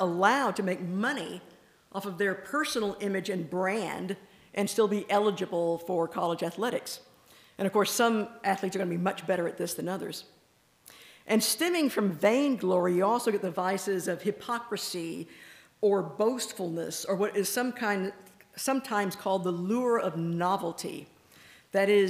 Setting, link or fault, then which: setting, large echoing room